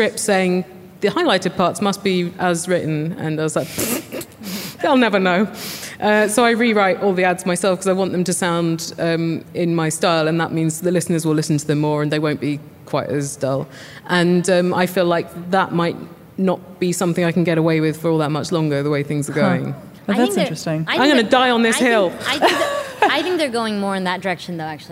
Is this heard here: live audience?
yes